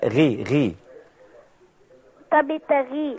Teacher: تبتغي الغين عندما تكون مكسورة بنرققها